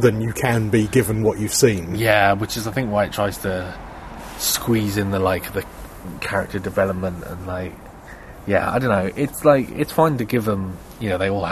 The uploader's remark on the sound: This episode of EHPodcast does feature a rare bit of outside broadcast. Our carefully cultivated music bed only lasts half the episode.